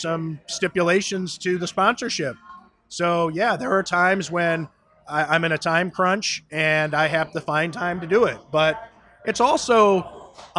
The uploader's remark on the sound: a conversation taped live at Imperial Pizza in South Buffalo